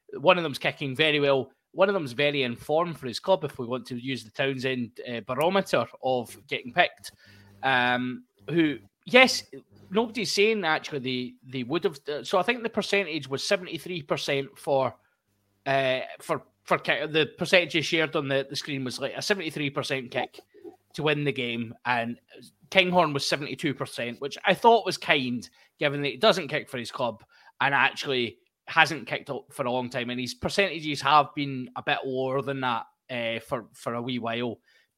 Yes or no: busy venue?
no